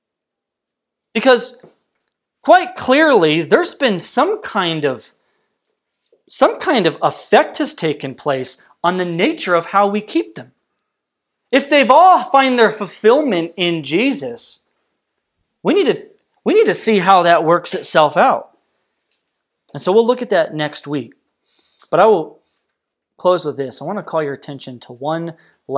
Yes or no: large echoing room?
yes